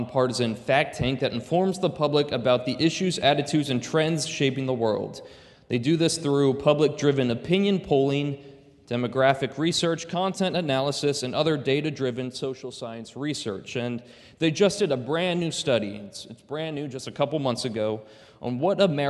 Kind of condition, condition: setting, large echoing room